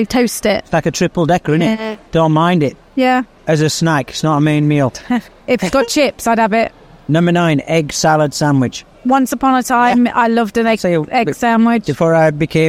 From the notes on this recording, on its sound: We sound a little different on today's episode of 'Husband & Wife Sentenced to Life' because we recorded in the mall (Ibn Battuta) in-between drop-offs & pick-ups.